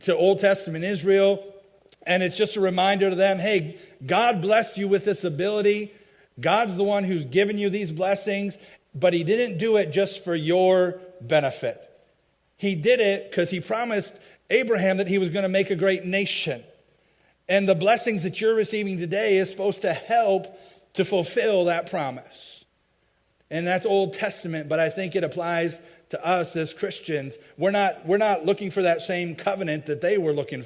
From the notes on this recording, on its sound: a message i preached at my home church, Faith Baptist Church in Chelsea, MI